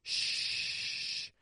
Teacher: You have your tongue high in both the front and the middle. The blades of your tongue are touching your top teeth, while the front of your tongue is just touching about your alveolar ridge · you have your lips pushing away from your face. You have your tongue high in both the front and the middle. · Term: sh sound